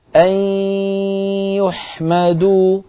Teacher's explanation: أن نخرج ياء من الفم وغن من الخيشوم في آن واحد